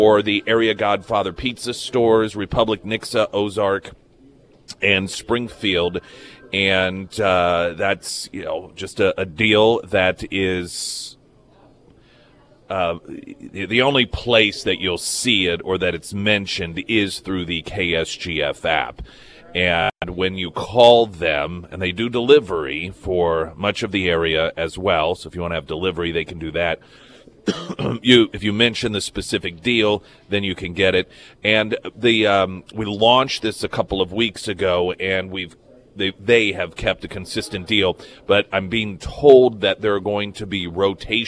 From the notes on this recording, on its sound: broadcasted live from Scrambler’s for the “KSGF Friday Roadshow”.